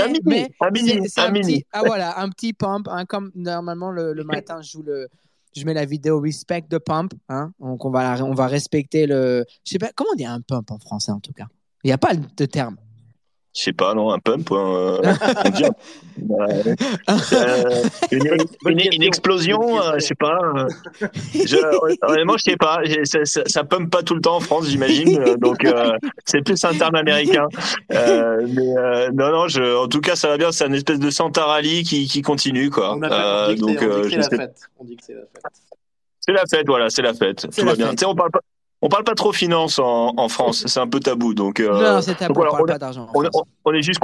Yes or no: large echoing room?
no